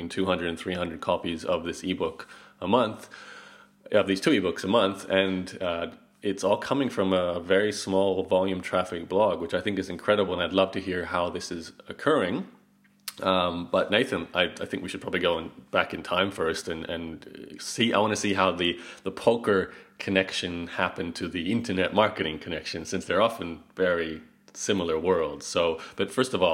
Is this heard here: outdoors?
no